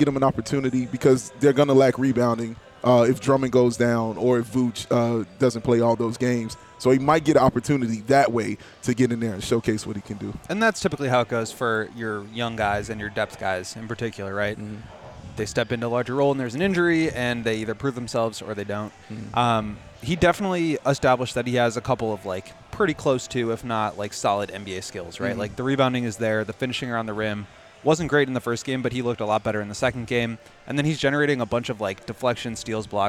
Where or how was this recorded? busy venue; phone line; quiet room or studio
busy venue